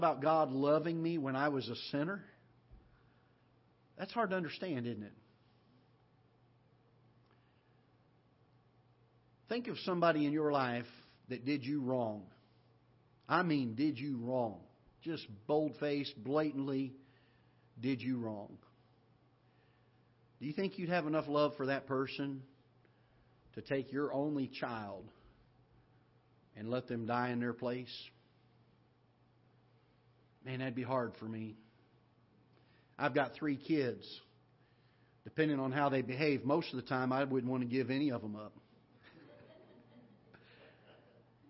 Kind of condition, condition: setting, large echoing room